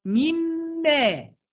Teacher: إلغوا النون خالص يا شباب، إلغوا النون خالص، أهو بصوا النون أهو، النون دي هلغيها مش هنطقها، هقولها كده مما.